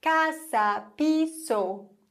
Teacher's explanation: Aber das S wird nicht gelispelt im Spanischen. Das S ist ein S.